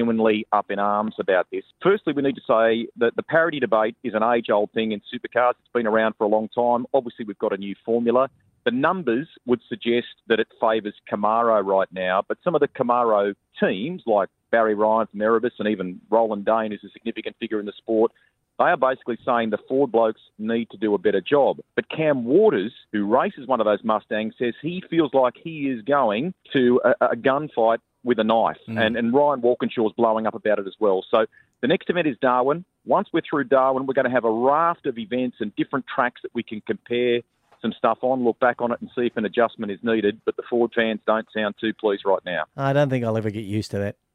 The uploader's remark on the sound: We put it to the phones